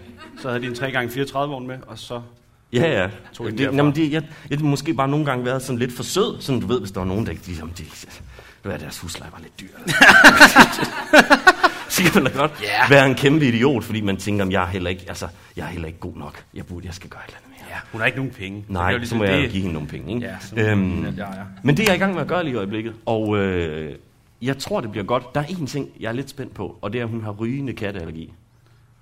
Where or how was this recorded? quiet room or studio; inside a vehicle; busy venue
busy venue